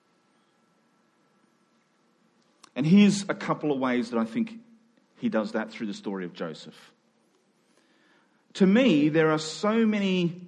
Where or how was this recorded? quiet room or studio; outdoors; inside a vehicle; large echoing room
large echoing room